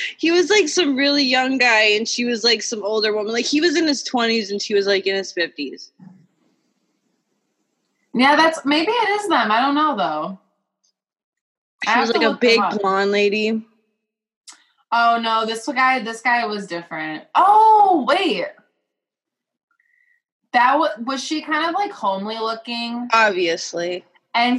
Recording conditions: video call